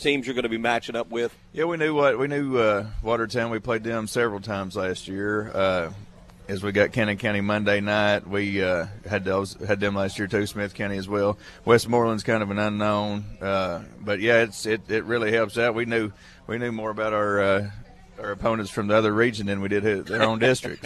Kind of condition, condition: setting, busy venue